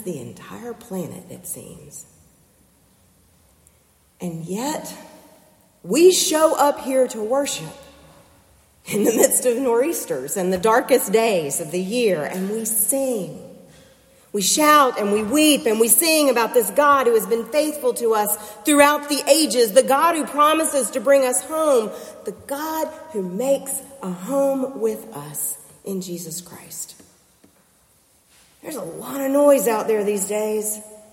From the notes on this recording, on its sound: preached for worship with First Presbyterian Church in Concord, NC on December 17, 2023